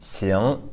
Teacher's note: Xing, second tone, remember, you want to be between S and between SH